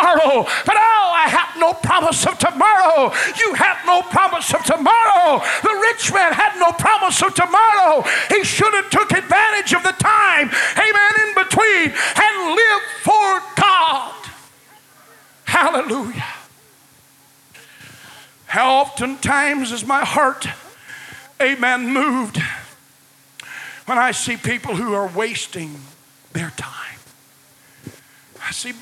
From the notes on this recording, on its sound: was preached at First Apostolic Church in North Vernon, IN, January 3, 1993.